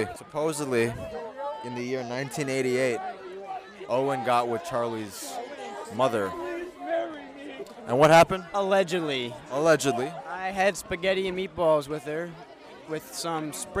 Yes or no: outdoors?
yes